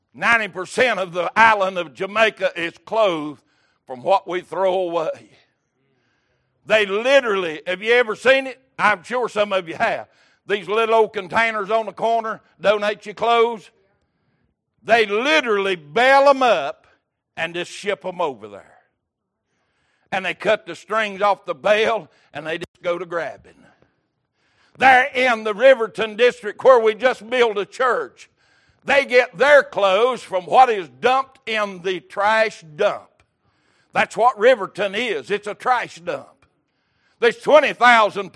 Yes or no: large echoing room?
yes